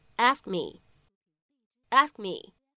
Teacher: 读快了以后前面这个单词末尾的两个辅音啊，两个爆破音就都不怎么明显了